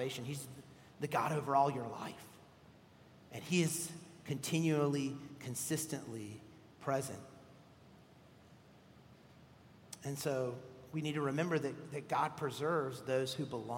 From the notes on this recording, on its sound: at Redeemer Presbyterian Church in Charleston, SC